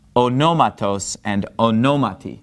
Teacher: for the genitive and the dative, the accent has moved over one syllable and it becomes onomatos and onomati, all right?